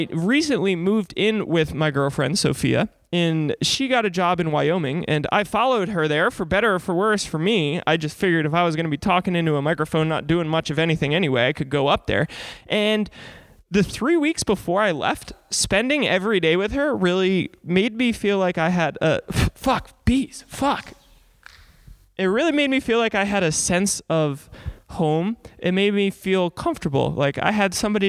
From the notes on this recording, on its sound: broadcasts live from a church